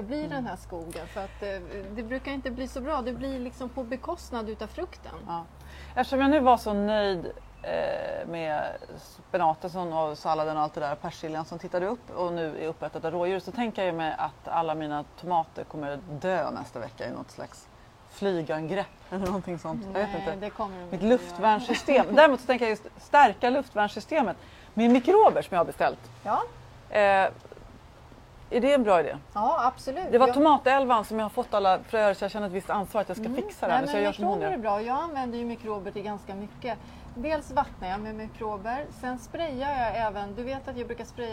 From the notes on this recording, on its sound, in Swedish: Vi ber om ursäkt för eventuella brister i ljudkvalitén då denna sändning gjordes utomhus i den något blåsiga vårkvällen